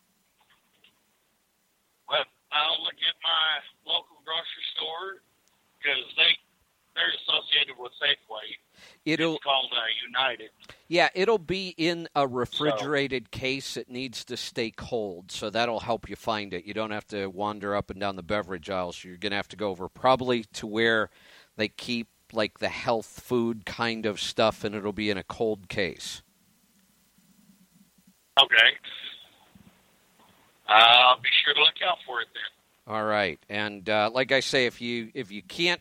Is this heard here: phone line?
yes